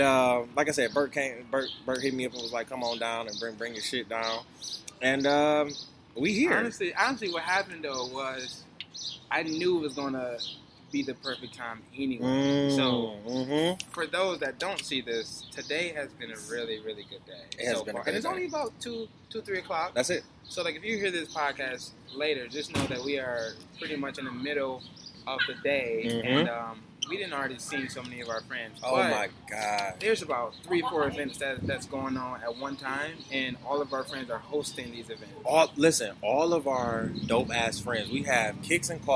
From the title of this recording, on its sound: THE POP-UP: LIVE FROM DOWNTOWN GRAND RAPIDS